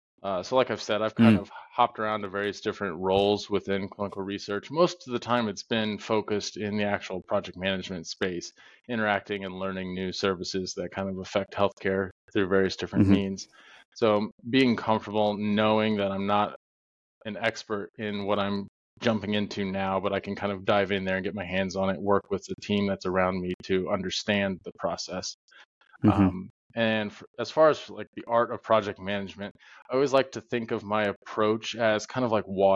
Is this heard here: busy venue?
no